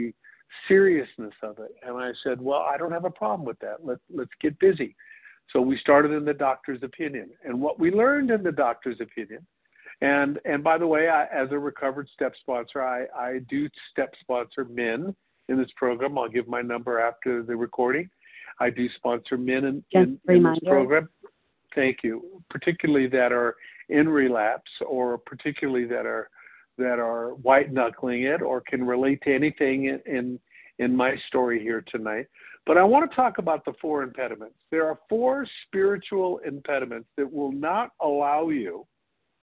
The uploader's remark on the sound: 100 Pounders Phone Meeting